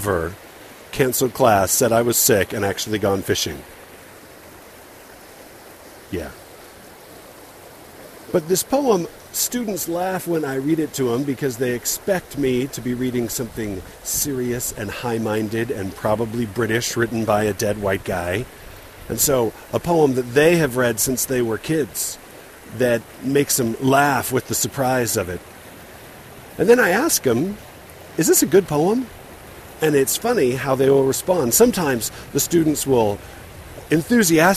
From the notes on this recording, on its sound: Recorded during a pause while fishing on the lower Provo River, just a couple of miles up the canyon from my house.